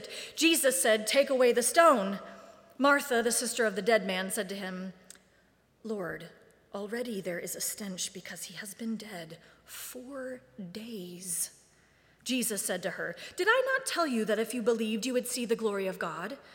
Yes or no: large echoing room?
yes